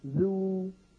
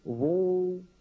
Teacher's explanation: نعم، يعني ينبه رحمه الله الى ان هذين الحرفين مشتبهان لانهما من مخرج واحد، الذال والظاء، والخلف بينهما في ان الذال منفتحة مستفلة والظاء مطبقة مستعلية